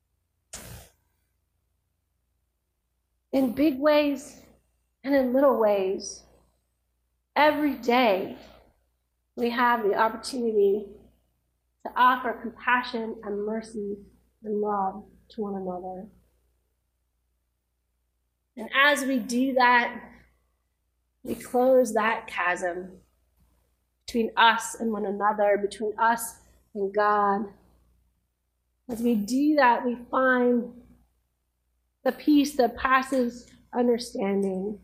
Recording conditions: large echoing room